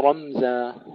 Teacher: تفخيم الراء ترقيق الميم